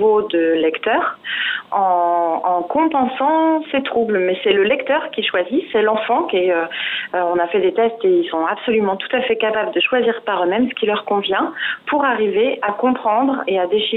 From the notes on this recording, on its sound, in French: Directrice de l'école La Chrysalide à Saint-Nazaire (par téléphone).